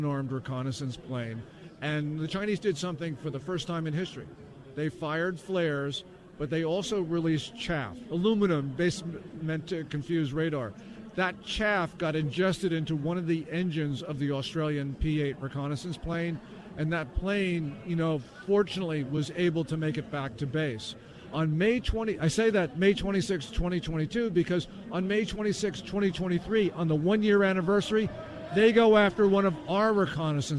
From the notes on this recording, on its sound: LIVE from CPAC